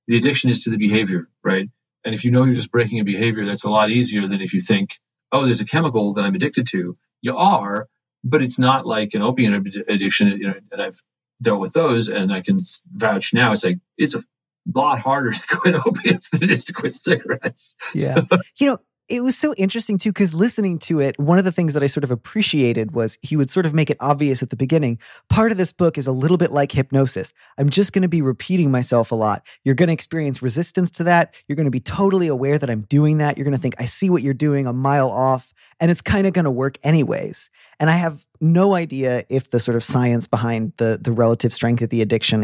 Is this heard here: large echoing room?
no